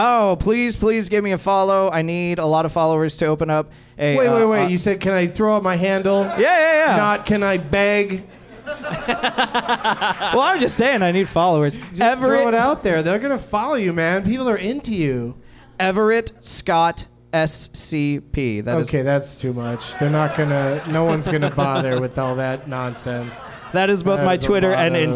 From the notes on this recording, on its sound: Live from the American Comedy Company in Sweet Home San Diego. An audience member.